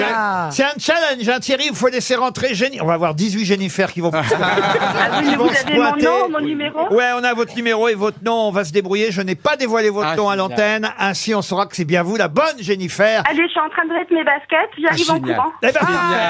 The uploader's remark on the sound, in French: Les Grosses Têtes font venir une auditrice sur le plateau. Une auditrice au téléphone, s'est vue lancer un défi.